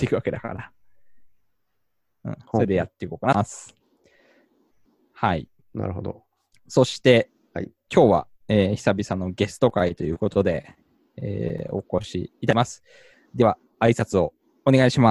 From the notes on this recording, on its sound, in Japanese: Zoomの無料アカウントの制限のため終わり